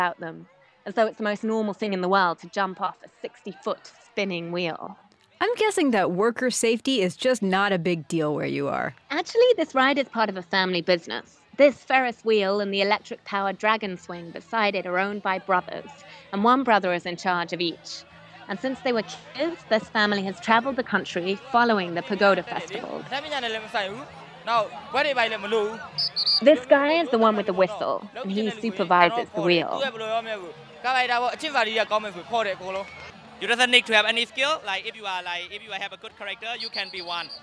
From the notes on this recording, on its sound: takes us to a festival in Taung Byone, Myanmar